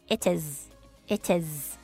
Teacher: 然后另外一个连音的地方就是 it is, 可以念成 it is, it is, 记住是一个 z 的音,有声子音 z